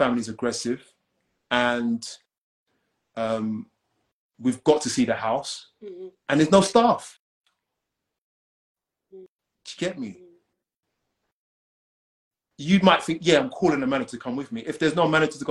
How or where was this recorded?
video call